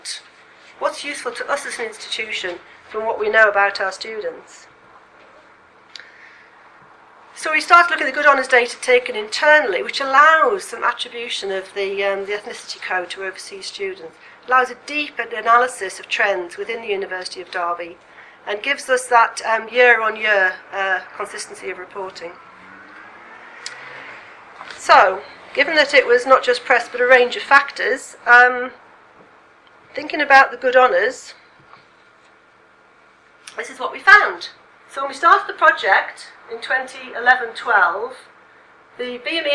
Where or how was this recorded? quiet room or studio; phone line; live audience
live audience